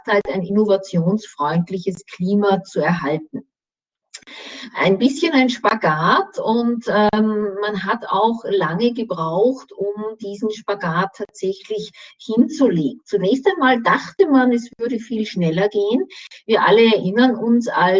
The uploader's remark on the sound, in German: Mitschnitt der Online-Veranstaltung von Donnerstag 6.